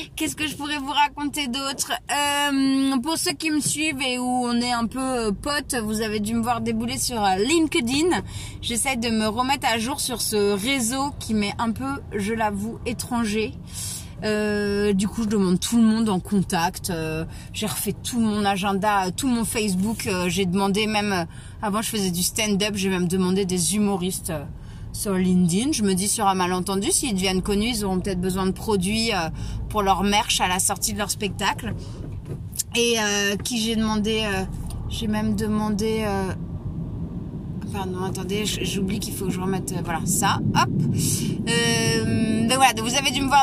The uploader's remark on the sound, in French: Episode en direct de ma voiture, pour vous partager la joie d'une grande nouvelle. Le tout avec des bruits de clignotants et le stress du périph !